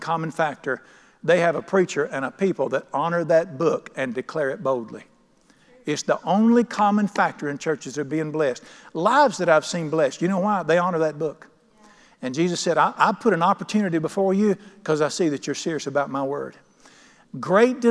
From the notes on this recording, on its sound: at The Lamb's Chapel, Burlington, NC.